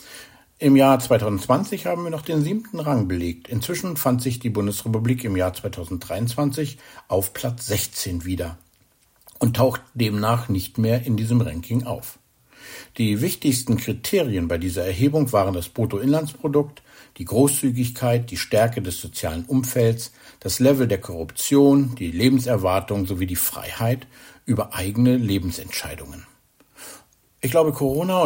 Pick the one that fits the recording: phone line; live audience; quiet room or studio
quiet room or studio